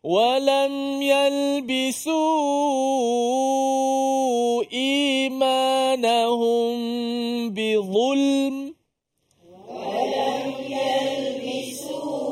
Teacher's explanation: Ayat ni di tengah-tengah kita berhenti. Jadi biar intonasi tu macam tak sudah lagi. Tak habis. Biar tergantung.